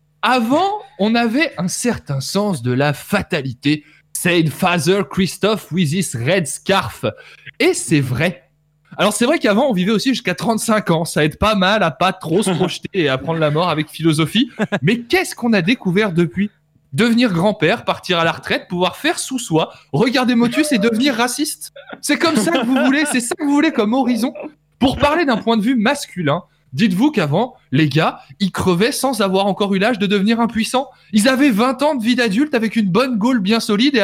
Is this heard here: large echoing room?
no